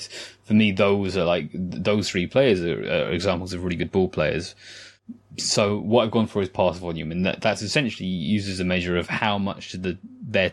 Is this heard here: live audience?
no